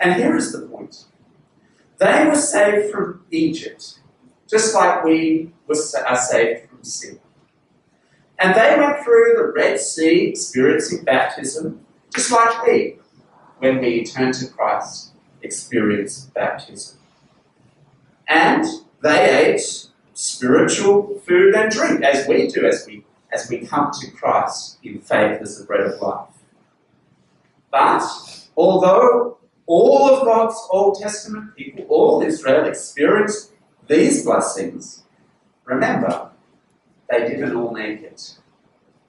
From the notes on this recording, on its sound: This sermon was preached at Covenant Grace Church, Penang.